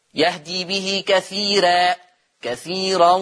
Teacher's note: الراء لما تيجي مفتوحة قبلها ياء مادية يعمل فيها ورش ايه؟ الترقيق